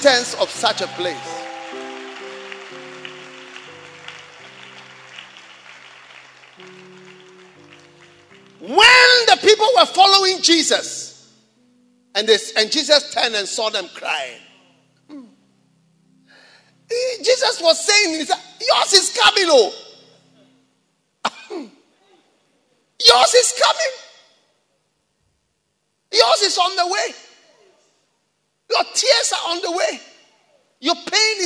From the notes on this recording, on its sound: Preached at the Resurrection Sunday Service, First Love Church, Accra.